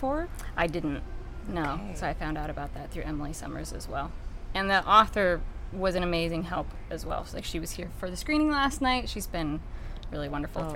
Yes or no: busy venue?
yes